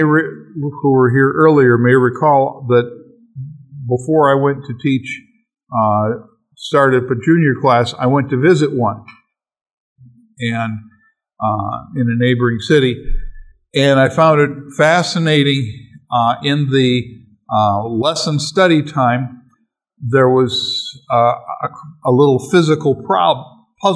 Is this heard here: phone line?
no